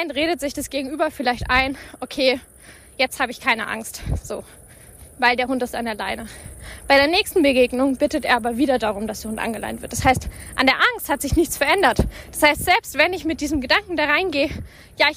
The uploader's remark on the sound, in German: live vom Spaziergang